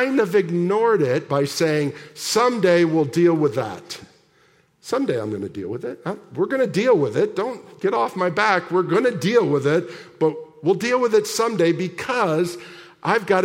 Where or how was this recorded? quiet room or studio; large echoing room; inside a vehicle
large echoing room